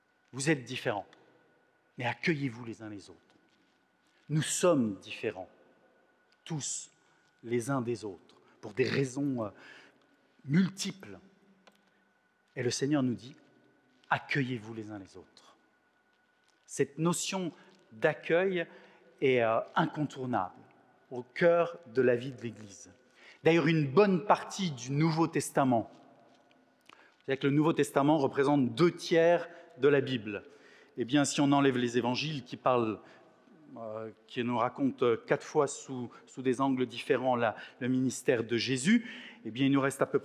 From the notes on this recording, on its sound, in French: Enregistré à l'église CVV, le 19/06/2022